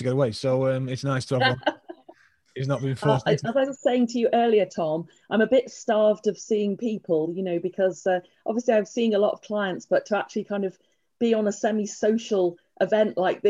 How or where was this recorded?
video call